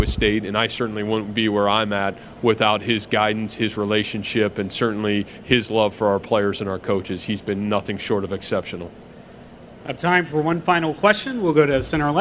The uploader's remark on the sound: press conference at Big 12 Football Media Days